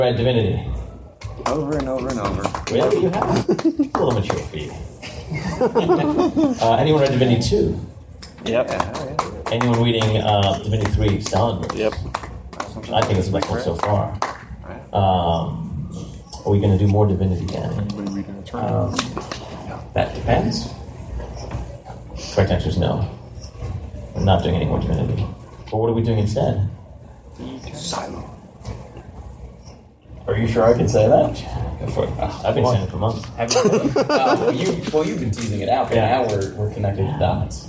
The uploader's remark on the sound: This episode brings you the Road to Harbinger Wars 2 panel from last week's SC Comic Con 2017.